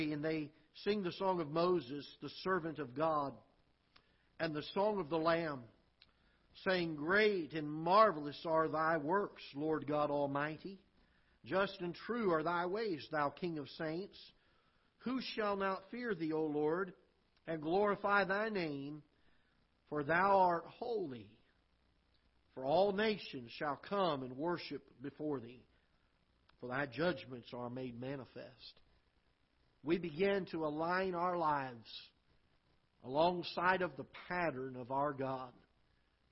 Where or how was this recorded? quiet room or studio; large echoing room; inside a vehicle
large echoing room